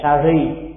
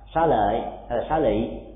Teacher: gặp những cái chữ r thì họ đọc thành chữ l